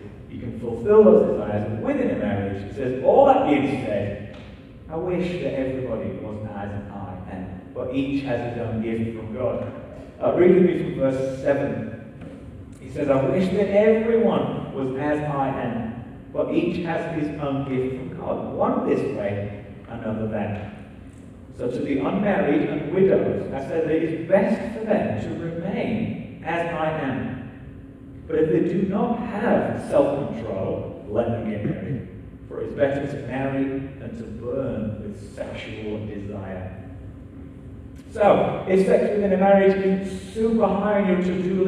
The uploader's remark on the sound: Still with sound issues for the recording.